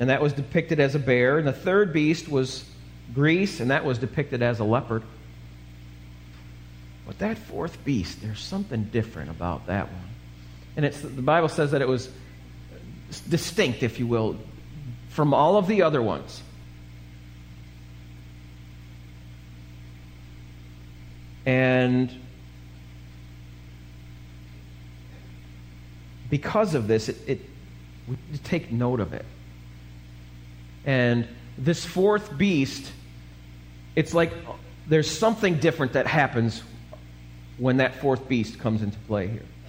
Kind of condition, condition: setting, large echoing room